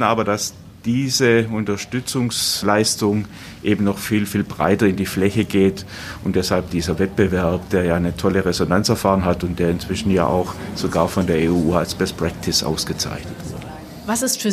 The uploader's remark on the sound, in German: Wir waren live dabei beim Pitch der Kommunen im Rahmen des Landeswettbewerbs für gründungsfreundliche Kommunen. Wir horchen rein in eine kleine Auswahl von Pitches und hören uns an, wie Vertreterinnen und Vertreter auf kommunaler Ebene live vor der Jury pitchen.